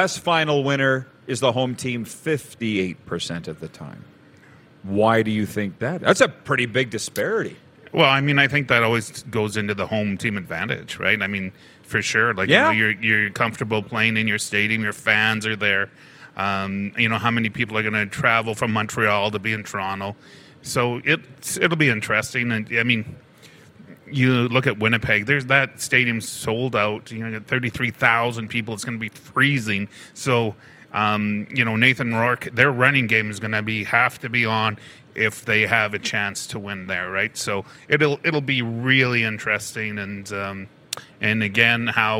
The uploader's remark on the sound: LIVE at the Grey Eagle Casino in Calgary